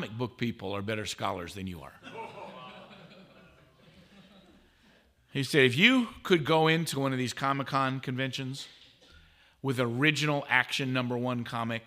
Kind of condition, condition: setting, live audience